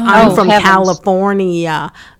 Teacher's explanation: people from California pronounce every single syllable